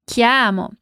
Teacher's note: cuidando com a entonação de chiamo, com o A bem aberto